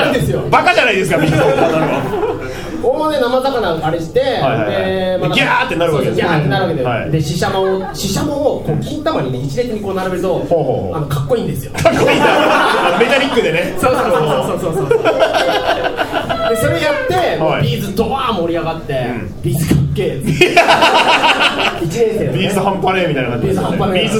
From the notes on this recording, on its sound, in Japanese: 渋谷アシパンで行われたブートレグサイエンス外伝での公開収録バージョンでお届けします。